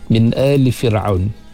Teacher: nun mati bertemu dengan hamzah kita jangan terdengung di situ. Nun mati bertemu dengan huruf-huruf hamzah yang enam tu, jangan dengung.